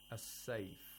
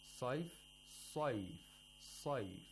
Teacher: sod has tafkhim at the second highest level because it has a fatha. · Shown in: second take